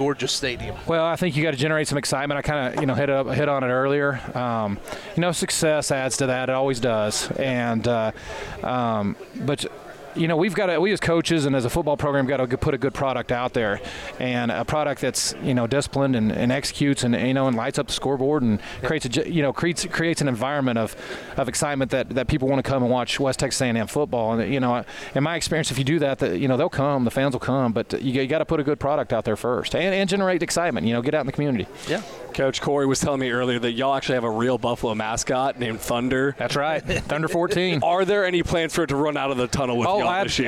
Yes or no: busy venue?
yes